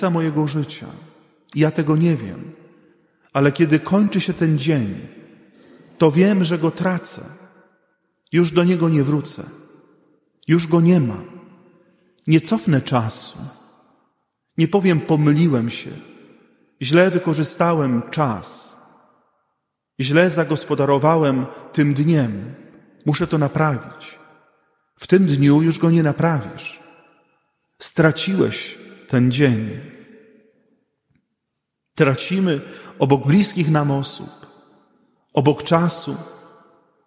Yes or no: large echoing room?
yes